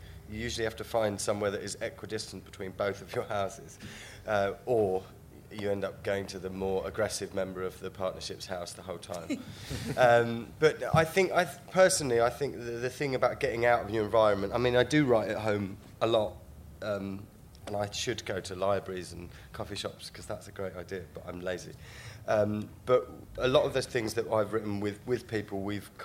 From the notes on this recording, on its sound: Recorded on Thursday 9th August 2012 at the BBC Edinburgh Festival.